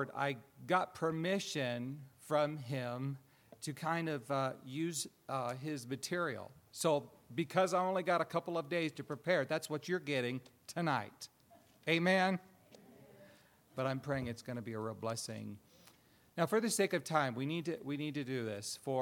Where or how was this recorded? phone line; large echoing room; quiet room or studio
large echoing room